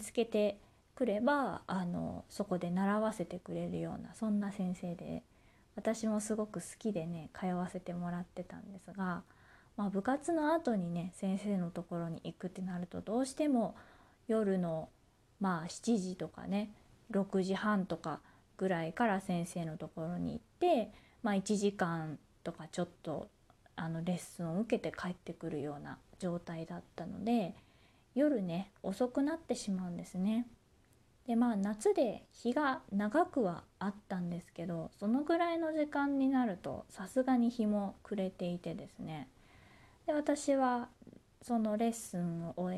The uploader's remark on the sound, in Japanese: 自宅でスマホによる収録のため様々な騒音が収録されています